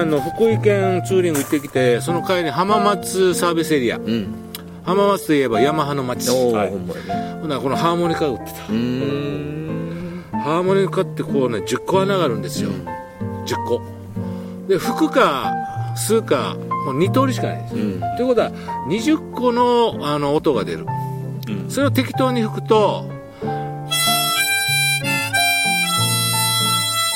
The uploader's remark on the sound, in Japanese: 箱根三人対談。箱根まで日帰りバイクツーリングしてきました。富士山をバッグに３人対談。